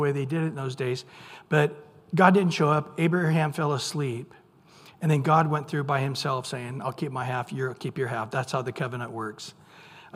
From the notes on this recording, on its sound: Recorded at Calvary Chapel of Los Alamitos. On Sunday Morning Sermon.